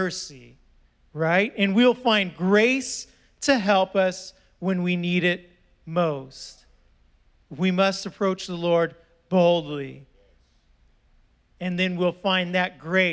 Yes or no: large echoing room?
yes